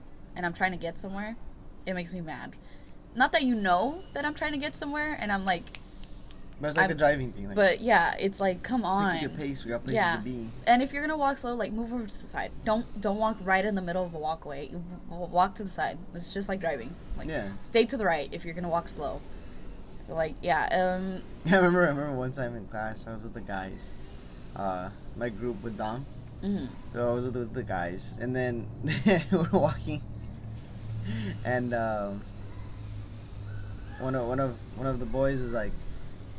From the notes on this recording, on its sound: Super loud outside noise… we are really sorry